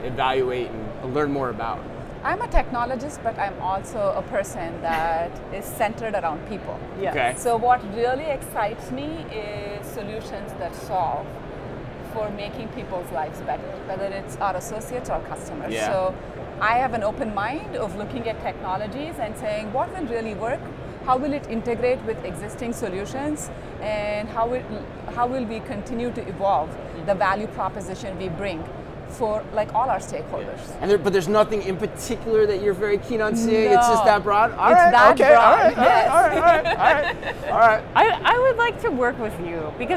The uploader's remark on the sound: Live From NRF 2024